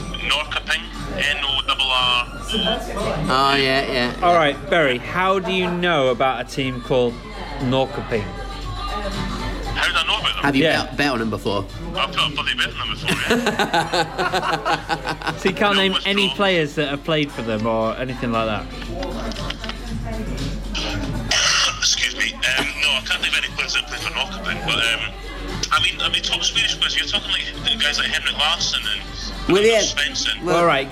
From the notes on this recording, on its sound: Although he does phone in to help with an email we received. In the pub.